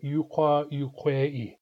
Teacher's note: the A assimilates a little bit to the I by becoming an E · Term: umlaut